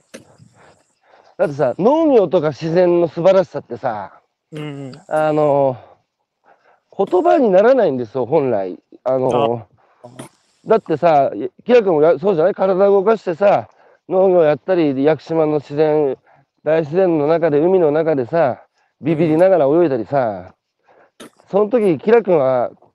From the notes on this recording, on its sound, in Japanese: 歩きながら1時間、対談する